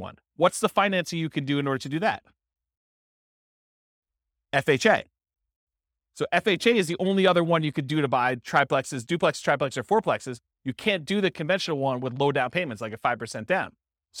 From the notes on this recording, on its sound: This was a live class recorded